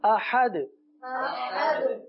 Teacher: آخر میں دال پر کلکلا کریں گے